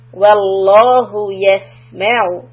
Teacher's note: For seen, the hissing sound, we need to stay on it a little long.